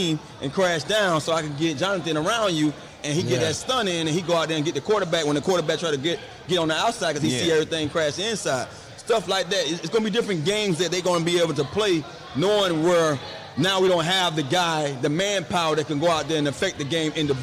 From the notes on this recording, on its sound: LIVE from the Commanders fan rally in Boston